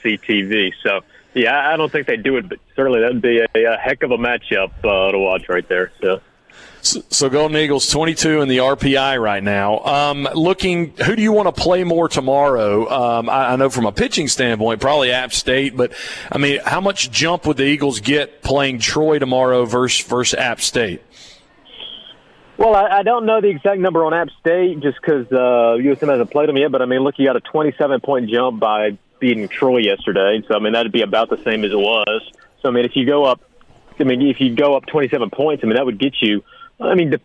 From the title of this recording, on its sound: Broadcasting from The Mississippi Armed Forces Museum at Camp Shelby